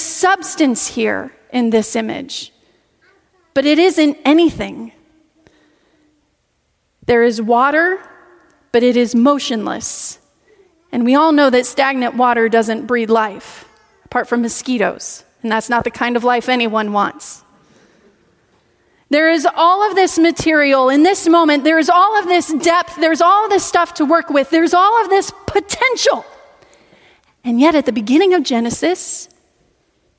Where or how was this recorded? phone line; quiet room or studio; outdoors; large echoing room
large echoing room